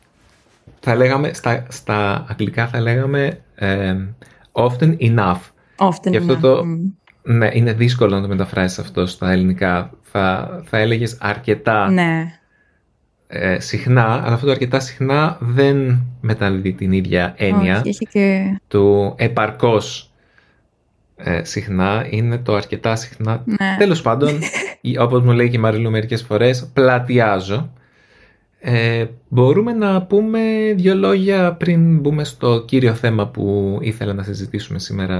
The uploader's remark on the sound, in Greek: Η ποιότητα του ήχου θα είναι μάλλον χαμηλότερη από αυτή στην οποία μπορεί να είσαστε συνηθισμένοι, γιατί ηχογράφησα με το μικρόφωνο του laptop αντί με το μικρόφωνο της ηχογράφησης. Σήμερα έχω μία αγαπημένη καλεσμένη μαζί μου εδώ στο Zoom.